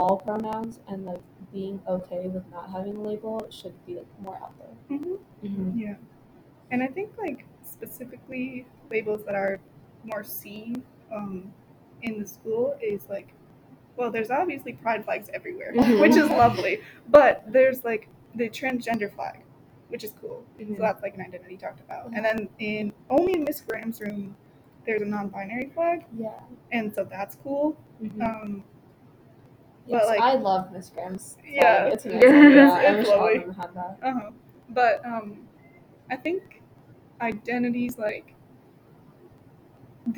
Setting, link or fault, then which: fault, background noise